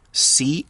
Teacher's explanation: C-H-A-L-K, chalk. Now, you don't pronounce the L there. It's kind of a silent L, but it is still chalk.